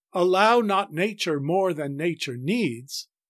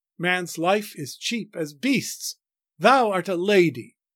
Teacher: The second line has a feminine ending, the dy of lady forming an extra unstressed syllable at the end of a line of five iambs. · Shown in: second take · The first line has a masculine ending, that is, it ends on the stressed syllable of a final iamb, needs.